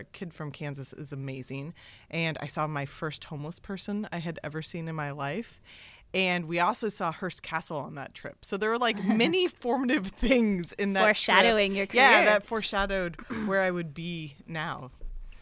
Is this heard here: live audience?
no